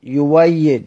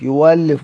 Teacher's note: إذا كانت الهمزة مفتوحة بعد ضم، سيدنا حمزة يقرأها بالواو، بيبدلها واو، مثل يؤيد يويد يؤلف يولف، مؤجلة مؤجلة.